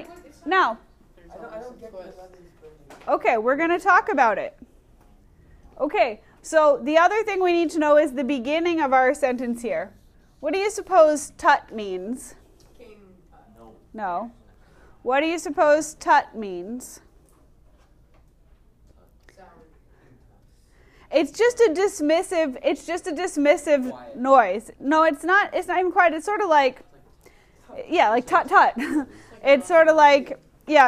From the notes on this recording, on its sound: Recorded in class